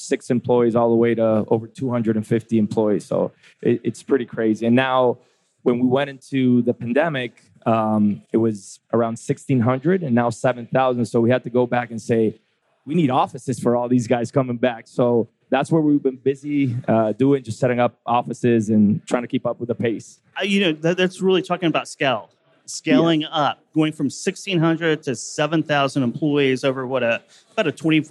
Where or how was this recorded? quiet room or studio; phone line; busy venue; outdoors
busy venue